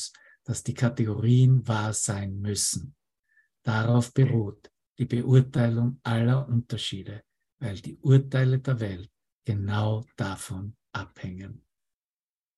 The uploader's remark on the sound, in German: Zoom-Session. Veranstaltet von der Aleph Akademie.